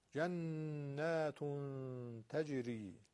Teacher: جنات تنوینم که به ت رسیده اخفاء میشه